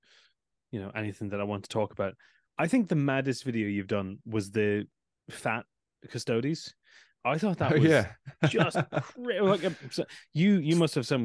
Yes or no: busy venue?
no